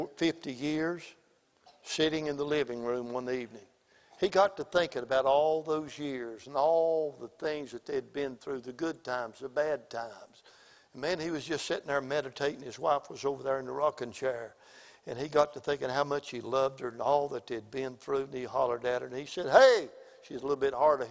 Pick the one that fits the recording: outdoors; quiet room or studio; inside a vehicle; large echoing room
large echoing room